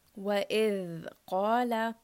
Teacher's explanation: So here we have the letter dhal. Dhal comes from the tip of the tongue touching the edge of the upper two teeth.